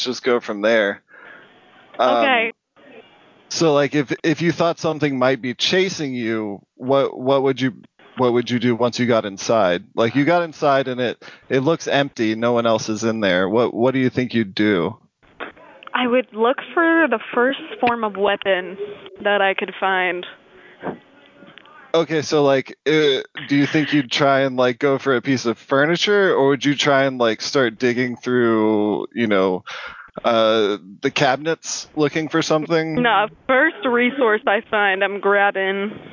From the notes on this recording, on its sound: the live calls never stop!